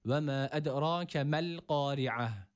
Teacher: Buradaki uzatan mim harfinden bahsediyoruz. Yavaş okumada 4 elif miktarı uzatıyoruz buradaki mimi.